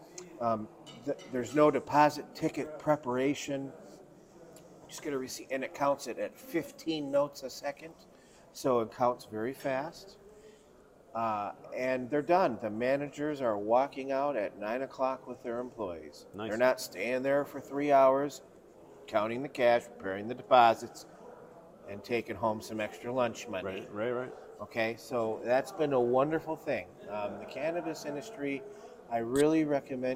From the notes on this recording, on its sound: live at IACOA in Dallas, TX